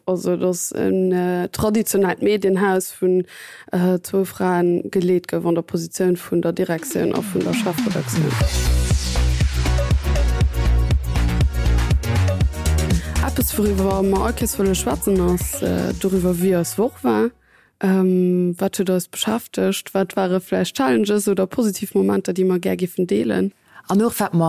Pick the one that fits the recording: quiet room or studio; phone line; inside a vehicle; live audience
quiet room or studio